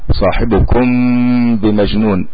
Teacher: يعني الميم مع الباء اللي هو الاخفاء الشفوي